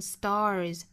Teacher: well.那下面我们来看美式发法。The stars are beautiful,这个 stars,注意卷舌 are stars,英式发法是 stars,美式发法是 stars,舌位呢没有那么的高啊不像英式发法是 stars,嘴张得很开美式发法呢会发成 stars, 那注意尾部是一个卷舌音